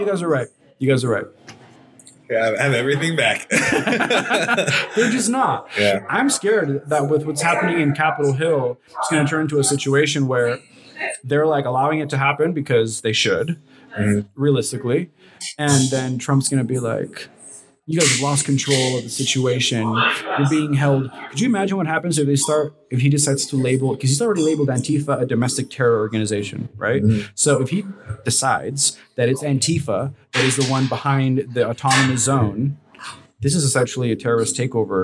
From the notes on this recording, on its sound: Special thanks to F1rst Avenue Coffee for graciously hosting this recording! Special thanks to F1rst Avenue Coffee for graciously hosting this recording!